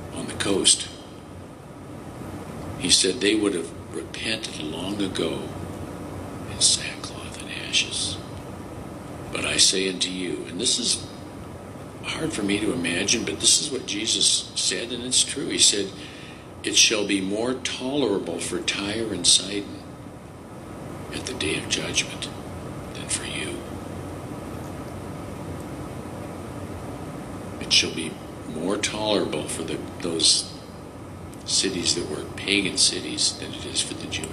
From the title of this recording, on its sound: Seattle Washington &Moncello USA Laestadian Lutheran Church Communion Services 2021